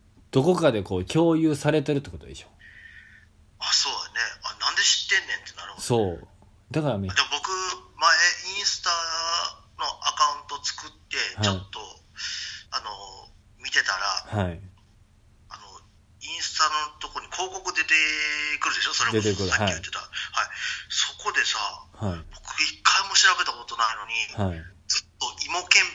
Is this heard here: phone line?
yes